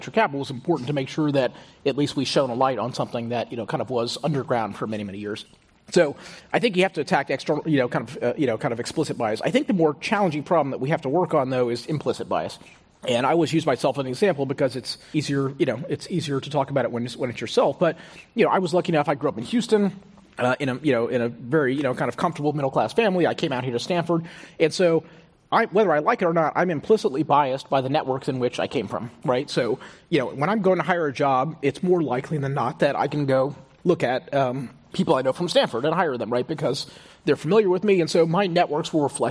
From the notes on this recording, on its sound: This program was recorded in front of a live audience at the Oshman Family JCC, in Palo Alto CA on June 10th, 2019.